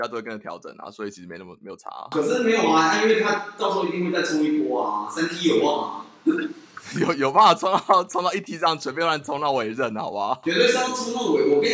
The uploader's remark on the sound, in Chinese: 體驗浴室全裸錄音，回音響徹天際。這個音質，神仙也難救。